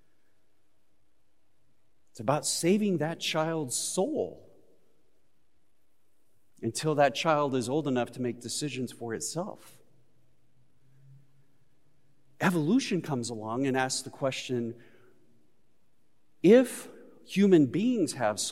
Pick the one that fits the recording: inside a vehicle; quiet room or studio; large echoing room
large echoing room